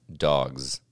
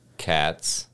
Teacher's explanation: Like that's a different sound. Like in dogs, it sounds like a Z. And in cats, it sounds like an S.